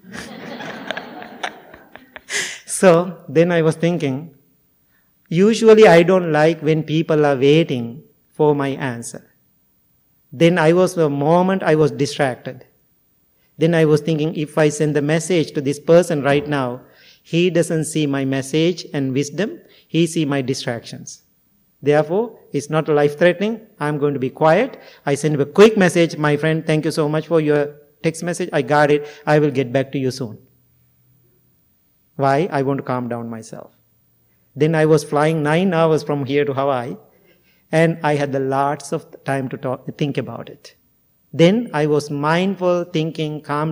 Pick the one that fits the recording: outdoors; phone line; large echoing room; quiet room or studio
large echoing room